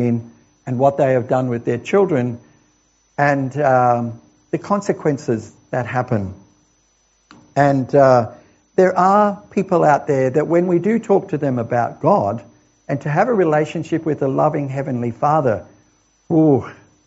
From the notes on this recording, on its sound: This sermon was preached at The Rock Christian Church